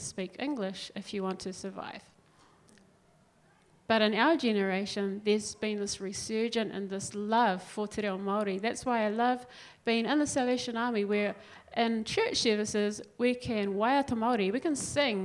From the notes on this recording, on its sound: Was recorded live. 6. Special: Live at Congress. Recorded live at The Salvation Army's Encounter Congress 2019.